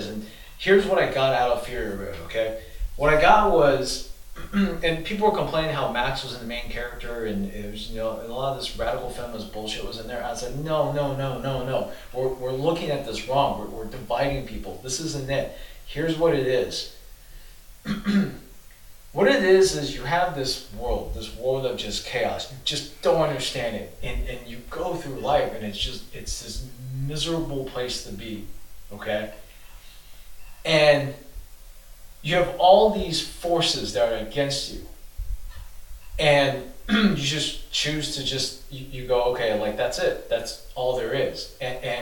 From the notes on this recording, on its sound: we had audio issues.